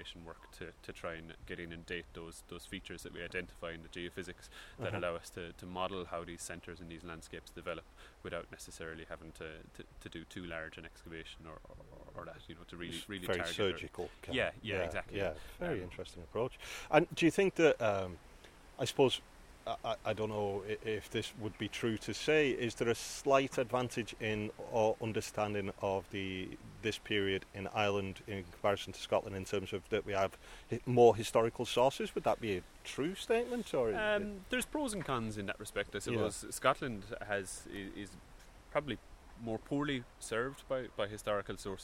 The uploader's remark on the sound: The Rock of Cashel. This podcast was recorded quite literally in the field, so there will be a bit of background noise – a little wind and a lot of heckling sheep!